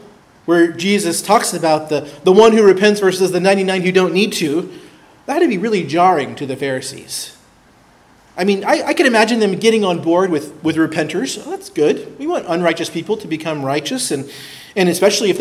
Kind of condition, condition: setting, large echoing room